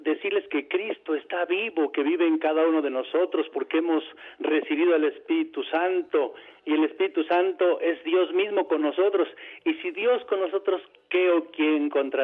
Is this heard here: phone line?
yes